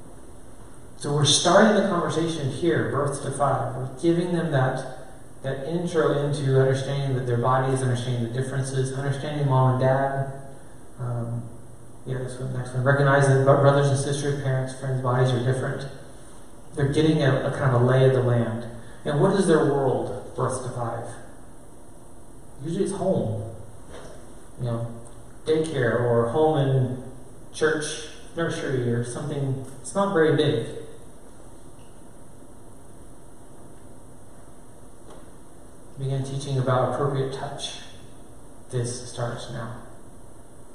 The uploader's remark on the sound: A session delivered to parents at a local Christian school in Oregon.